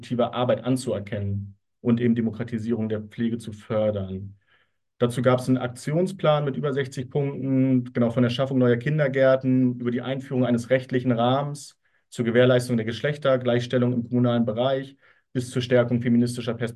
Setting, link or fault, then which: link, video call